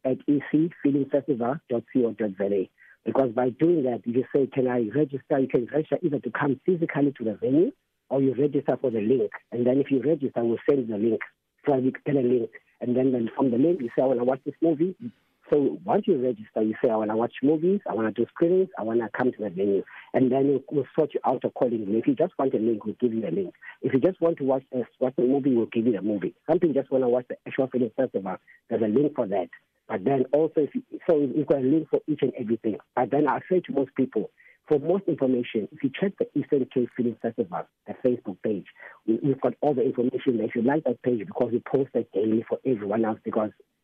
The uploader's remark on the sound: This year’s installment of the festival will be virtual due to the Covid-19 pandemic. We’re joined on the line.